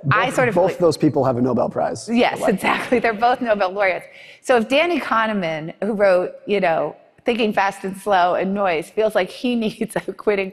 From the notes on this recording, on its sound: In front of a live audience.